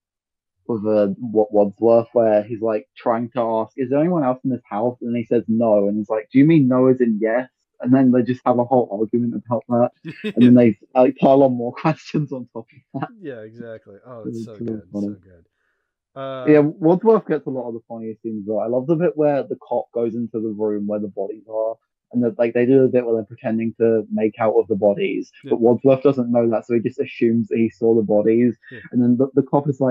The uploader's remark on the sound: Audio is a bit weird this episode due to some technical difficulties